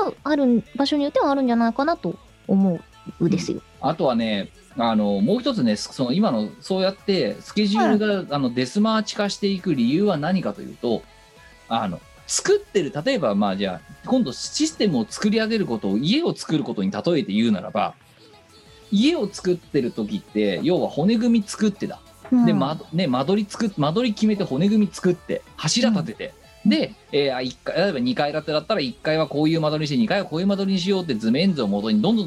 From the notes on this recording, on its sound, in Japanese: 本番組はリモート収録です。収録時環境の影響により、聴き取り辛い部分があります。